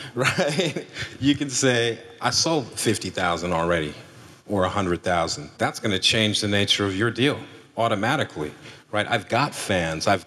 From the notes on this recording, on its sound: LIVE in Seattle. An Upstream Summit keynote panel.